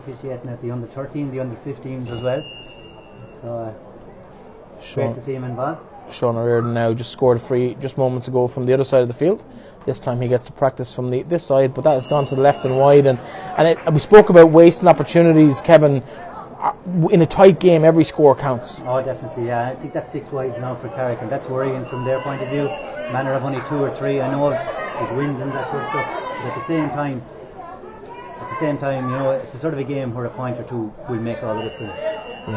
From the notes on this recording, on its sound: Full Audio commentary of the Connacht Gold Leitrim Senior Hurling Final between Carrick Hurling and Cluainin Iomaint in Avant Money Pairc Sean MacDiarmada.